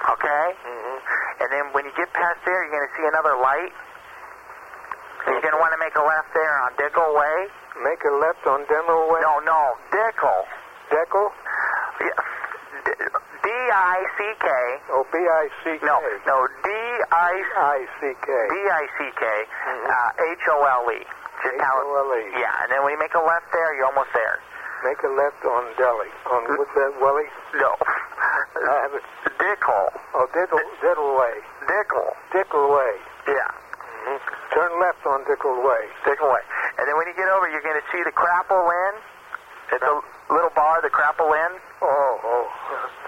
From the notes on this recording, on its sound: Prank Phone Calls Collection